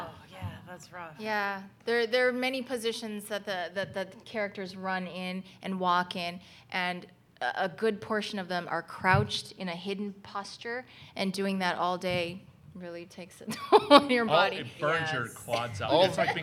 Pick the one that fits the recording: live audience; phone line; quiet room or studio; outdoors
live audience